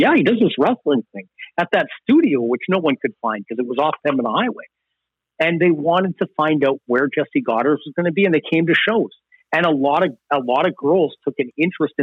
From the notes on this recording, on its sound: joins the show from a remote location on the phone